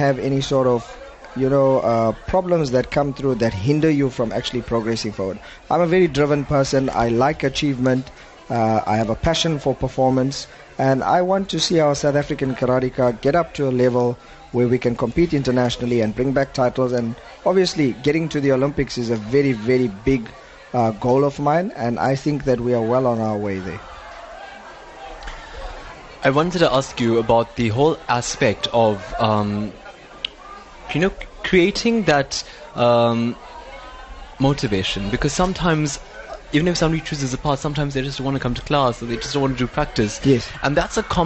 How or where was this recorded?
busy venue